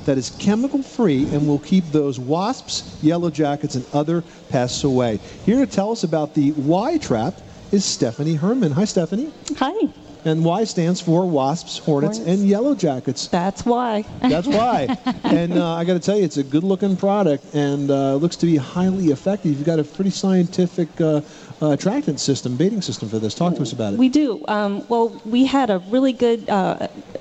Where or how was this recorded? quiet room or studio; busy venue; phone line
busy venue